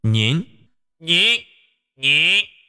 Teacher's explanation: 呢音一定要往鼻腔这个位置去走，去靠。尽可能地要往上，往鼻子那儿，嗯，嗯。每天练一练鼻腔的哼鸣，嗯，嗯，嗯。找一找那个鼻音的状态。发乐音的时候呢，尽可能地把口腔打开一些。好，欢迎夏小猫 CC。这样的话，口腔打开得大，气流就可以从口腔里面出来，就可以不用走鼻腔，所以就和那个呢音区分开了。了，了，口腔打开，啊，了，了。发呢的时候口腔小一些，往鼻腔靠，嗯，嗯。再加上我刚才说的舌头，一个轻巧，一个接触的面儿比较大。说了这么多，听明白了吗？寻家川的微，寻川家的微微，还有附了相思意